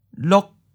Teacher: Eighth tone, high stop.